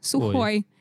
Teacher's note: ударение у тебя идет на «ой», «сухой». И если ты немножечко замедлишь и сделаешь сухой, э, э.